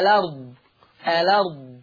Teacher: طيب عندنا نقل في الآية دي، عندنا الأرض، الأرض لما نتابع اللي بعدها عندنا الأرض هيبقى فيها النقل، يعني هحرك اللام بحركة الهمزة، تحريك اللام بحركة الهمزة، فتبقى لام مفتوحة، الأرض، الأرض، هكذا.